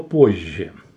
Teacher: согласная «З» перешла в согласную «Ж». И этот новый звук получил мягкий знак.